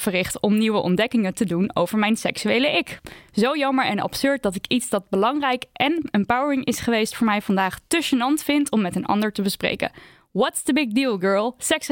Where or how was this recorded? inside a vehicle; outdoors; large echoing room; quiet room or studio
quiet room or studio